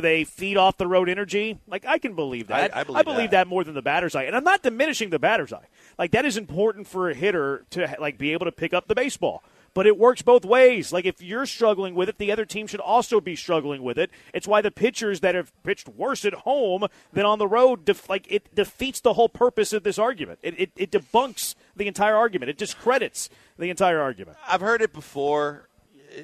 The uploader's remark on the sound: LIVE from East River 9 in East Downtown!